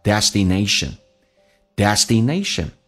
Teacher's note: 记住 T 在美式发音要浊化一下